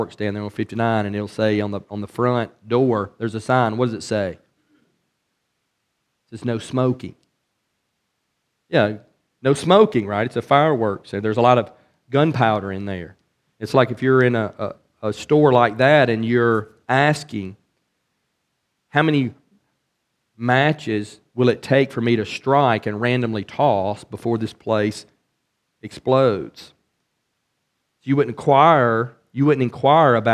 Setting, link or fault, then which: setting, large echoing room